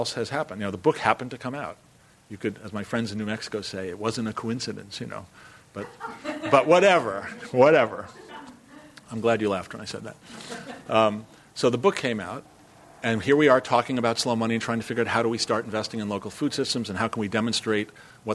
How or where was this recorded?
live audience